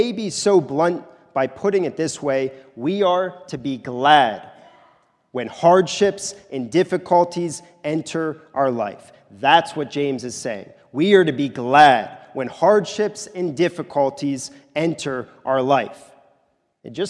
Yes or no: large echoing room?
yes